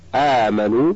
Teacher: مقدار مده يمد حركتين فقط كالمد الطبيعي · Term: المد البدل